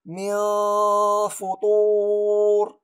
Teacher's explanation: أرقق هذه الغنة، أقول من فطور لأن الفاء مرقق